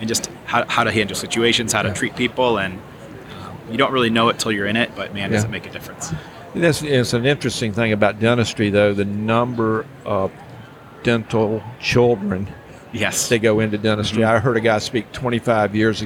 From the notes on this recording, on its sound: live from Smilecon